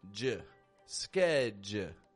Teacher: The American accent then takes the D and the U and kind of blends the sounds together to make a j, j, as if it's like a J and a schwa sound, j, skedj.